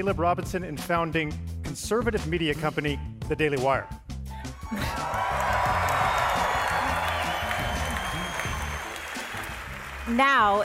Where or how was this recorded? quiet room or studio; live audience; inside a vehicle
live audience